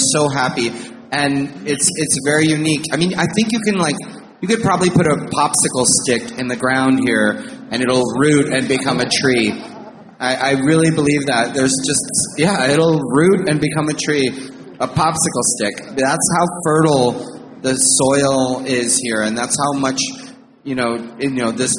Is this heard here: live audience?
yes